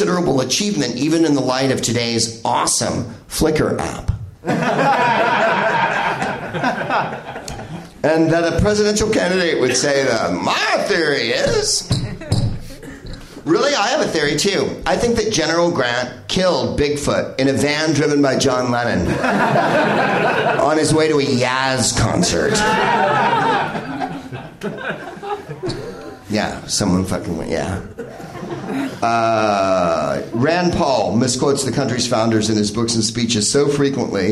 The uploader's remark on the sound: Live from the NerdMelt Showroom in LA.